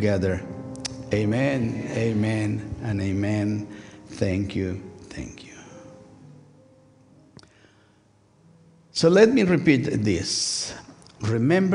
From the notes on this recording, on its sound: First United Methodist Church of Pacoima. Recorded live service on September 24, 2023. We are located at 12550 Van Nuys Blvd.